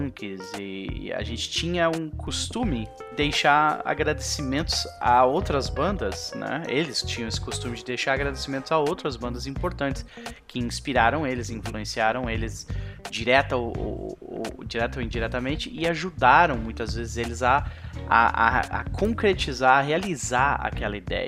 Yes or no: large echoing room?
no